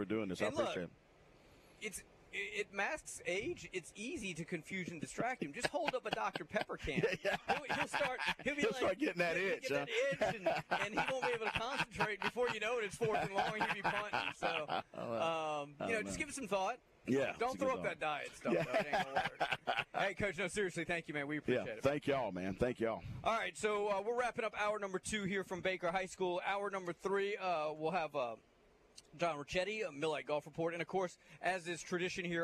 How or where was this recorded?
busy venue